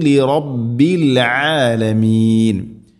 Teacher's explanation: ആലമീൻ എന്നതിലെ ഐന് തൊണ്ടയുടെ മധ്യഭാഗമാണ് മഖ്റജ്, കൃത്യമായിട്ട് ഉച്ചരിക്കണം.